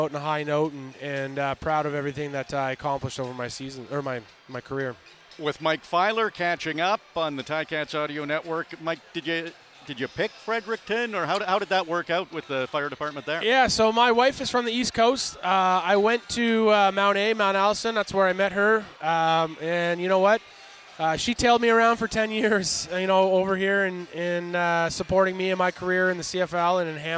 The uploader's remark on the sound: We continue your coverage of the Grey Cup Festival in Hamilton with several events kicking off across the city. At Fan Central in Hamilton.